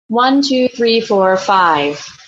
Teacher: sustaining a nice phonatory sound all the way through five, not dropping off or getting breathy at the end